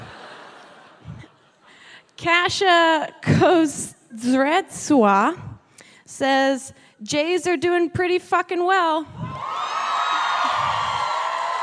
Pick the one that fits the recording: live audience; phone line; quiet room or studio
live audience